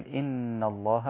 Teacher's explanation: ما تطولش الغنة في إن، حركتين